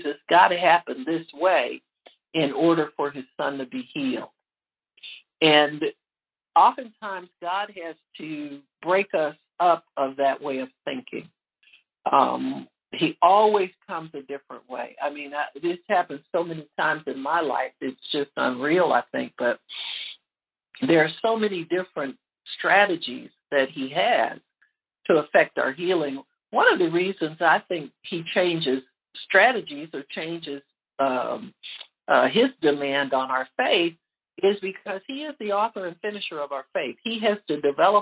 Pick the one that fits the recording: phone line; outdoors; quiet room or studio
phone line